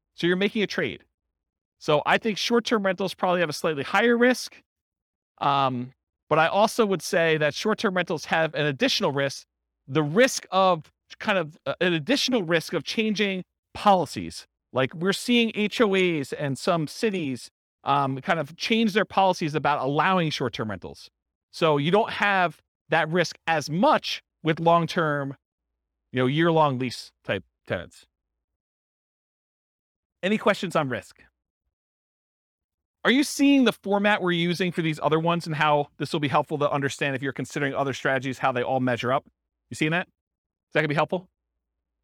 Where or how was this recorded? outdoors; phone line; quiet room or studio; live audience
live audience